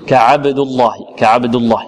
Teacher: القراء جميعهم اتفقوا على تغليظ اللام في لفظ الجلالة بعد الفتح